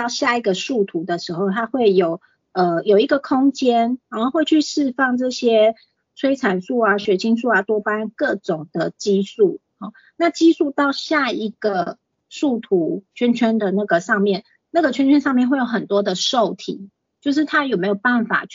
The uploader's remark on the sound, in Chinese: 講座錄音。此為線上課程錄音檔！